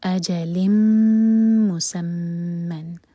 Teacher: لام کی تنوین کے بعد میم تو ادغام غنہ کے ساتھ، میم کو ہولڈ کریں گے دو سیکنڈس